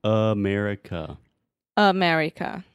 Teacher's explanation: it is the schwa in the beginning at the end